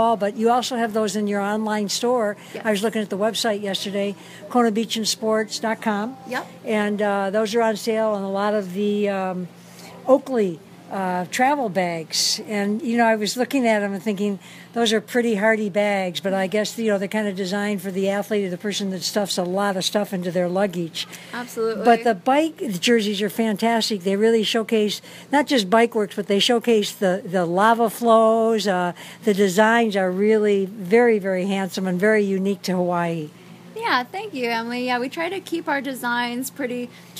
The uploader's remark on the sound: Kona Beach & Sports, Kailua Village Big Island of Hawaii. Walk and talk while in the store. In the Kona Inn Shopping Village (on Ali Drive oceanside in Kailua Village).